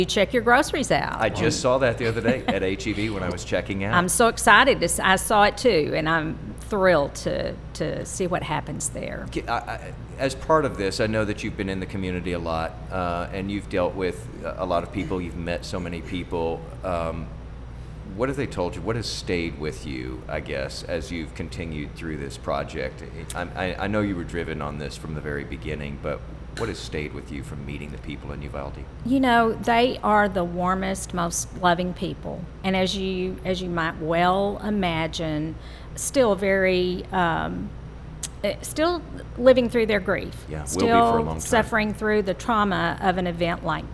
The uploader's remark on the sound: Recorded live at The Texas Ale Project in Dallas.